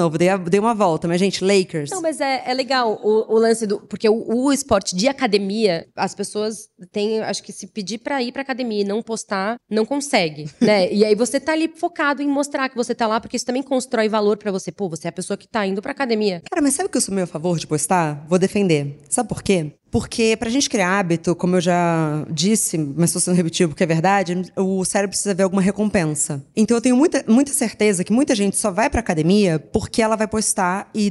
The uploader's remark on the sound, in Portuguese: Esse papo é a parte 2 da conversa que foi gravada ao vivo durante um encontro do clube do livro da obvious.